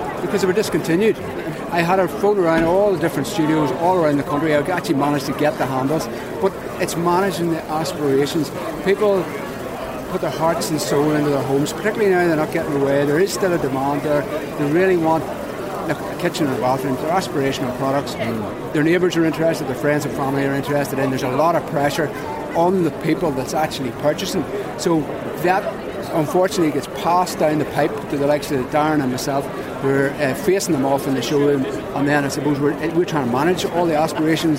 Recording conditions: busy venue